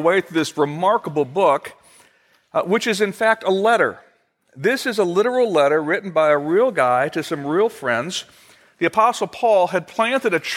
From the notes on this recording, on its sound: Originally recorded on January 31, 2016, at Fellowship Missionary Church, Fort Wayne, IN.